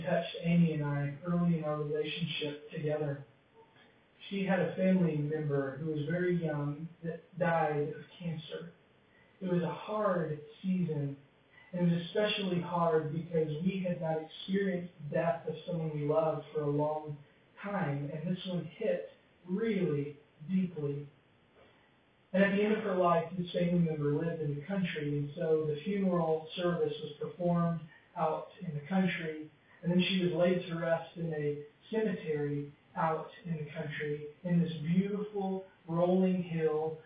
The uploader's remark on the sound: Because the audio quality is not as strong.